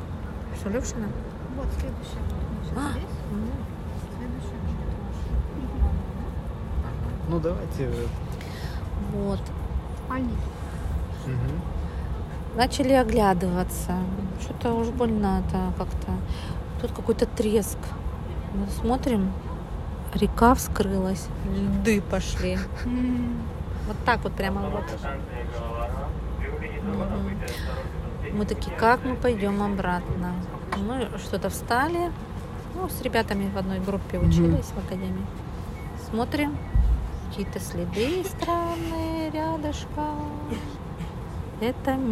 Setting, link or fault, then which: setting, inside a vehicle